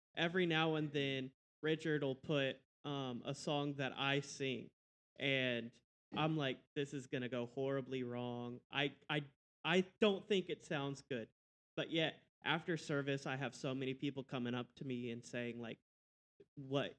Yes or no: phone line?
no